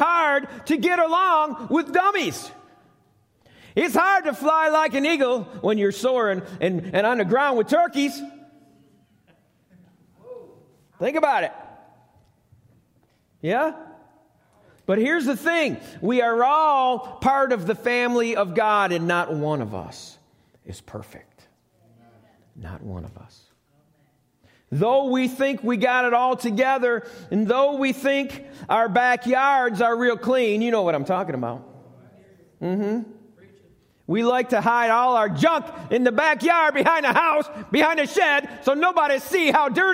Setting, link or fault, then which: setting, large echoing room